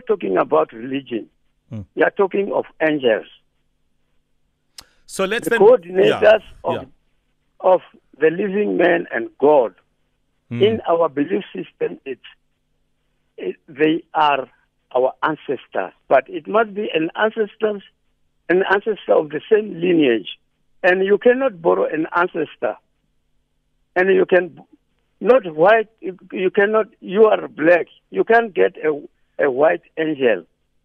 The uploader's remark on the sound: PHONE INTERVIEW.